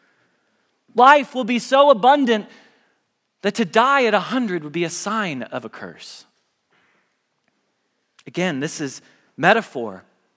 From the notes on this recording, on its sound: Message Preached at Valley Creek Church